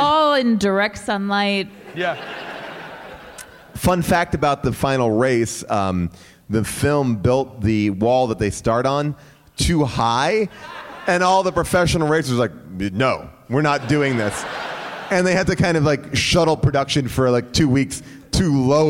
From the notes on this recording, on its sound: Live from Onion Fest in Chicago